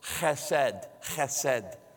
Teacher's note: But actually, the way that they pronounce it, we don't have this consonant sound in our language, but it's kind of fun to say. It sounds like you're clearing your throat.